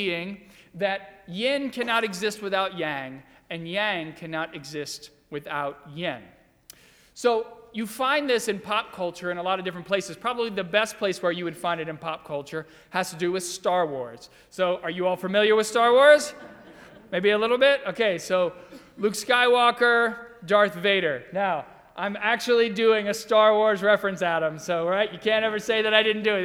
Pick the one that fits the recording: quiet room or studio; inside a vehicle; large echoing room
large echoing room